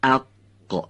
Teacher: هنگامی که قاف رو ما میگیم صدا رو قطع میکنیم · Term: انسدادی